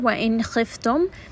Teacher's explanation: It is also going to have the sifat of Tawassut, meaning that you're going to rest on it for just a little bit, allow that sound to flow, and then also naturally the sound of the noon does go up into the nose, so do make sure that you are engaging the nose a little bit. · Term: Ghunna